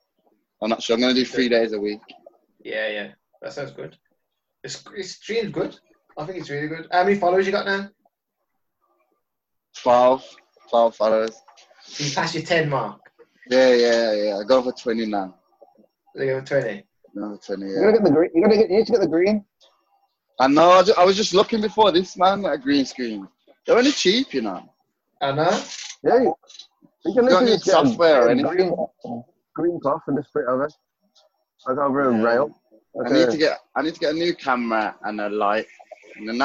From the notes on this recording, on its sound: sorry for the audio